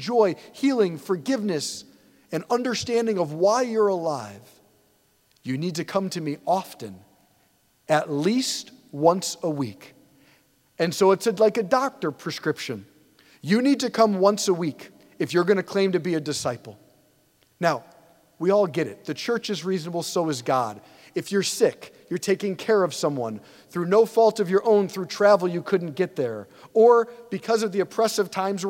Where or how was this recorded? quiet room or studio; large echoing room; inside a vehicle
large echoing room